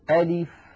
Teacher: أنطق همزة مفتوحة بعدها لام مكسورة بعدها فاء ساكنة، أي شيء يمد، لا الهمزة تمد ولا اللام تمد ولا الفاء تمد، إذن ألف هي المجموعة الأولى من حروف نص حكيم قطع له سر ولا مد فيها لعدم وجود حرف مد.